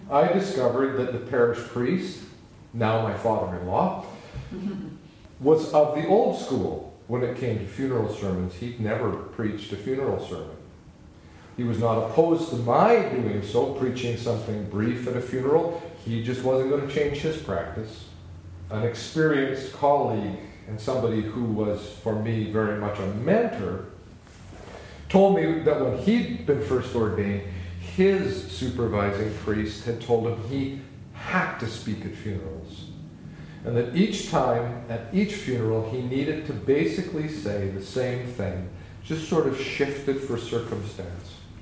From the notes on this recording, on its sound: Opening presentation at our May 21/14 ideaExchange session.